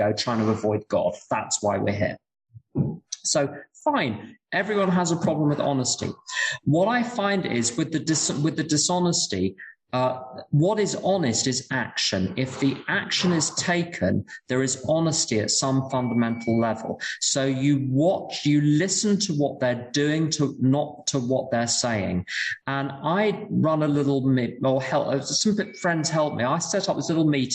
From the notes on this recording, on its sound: Speaking in Berlin at the Friendly Circle Group. This event is live and on Zoom.